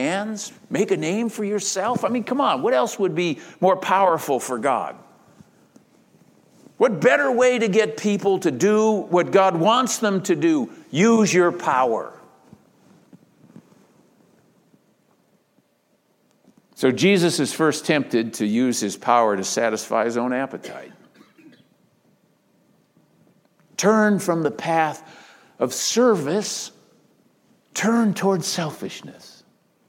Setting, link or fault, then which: setting, large echoing room